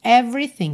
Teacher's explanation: do V, você vai direto pro R